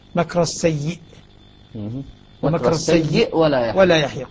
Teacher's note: حالة الوصل يقرأ مكر السيء سكون الهمزة وصلا